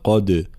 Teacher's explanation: قلقلت الدال، لا ندغم الدال في الجيم، لا نقول لقد جئت، لا لقد ثم بيان كسر الجيم، جئت هكذا.